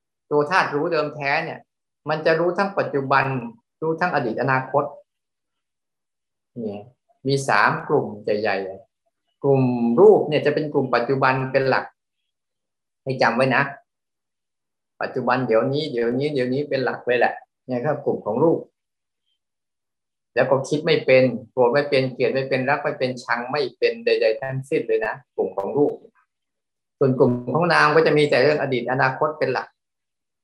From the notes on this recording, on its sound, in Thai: เป็น 1 ใน 3 คอร์สออนไลน์ (ผ่านโปรแกรม Zoom)